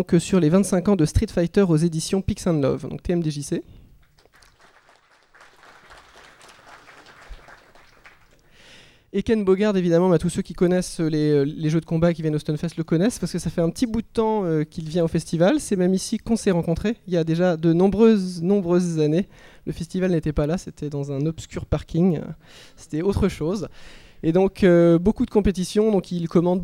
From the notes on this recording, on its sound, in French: Cycle de conférences enregistré du 26 au 28 Avril 2013 lors du Stunfest à Rennes